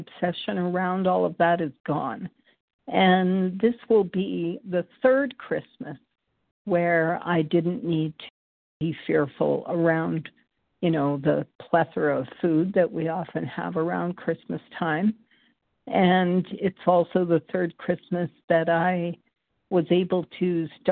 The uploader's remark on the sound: from the 100 Pounders Phone Meeting